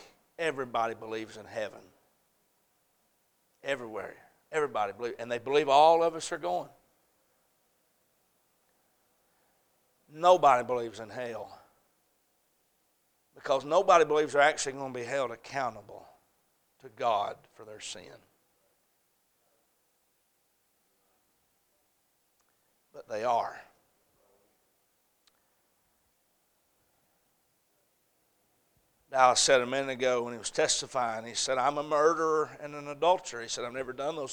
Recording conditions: large echoing room